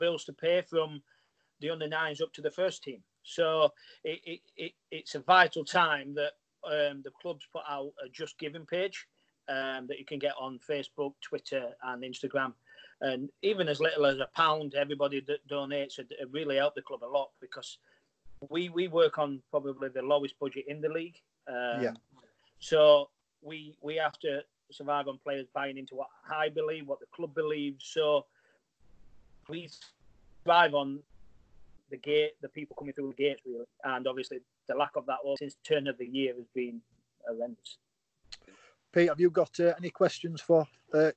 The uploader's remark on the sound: SkypeCast.